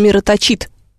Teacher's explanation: На «и» здесь ударение точно так же, как в слове «кровоточить»